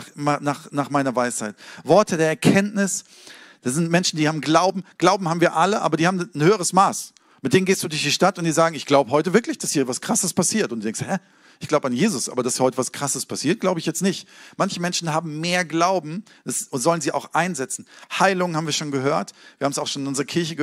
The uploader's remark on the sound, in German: Sonntagspredigt aus dem Standort Bochum.